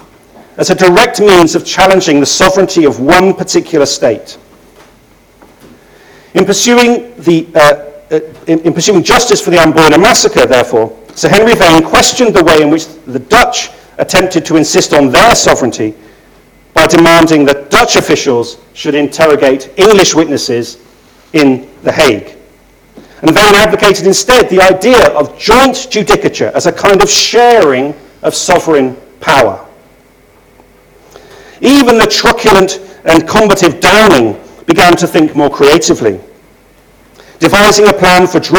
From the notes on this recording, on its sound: Inaugural Lecture